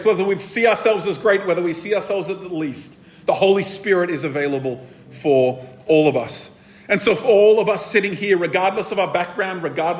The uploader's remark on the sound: This episode was recorded at a Thrive Community gathering on the 28th May 2023.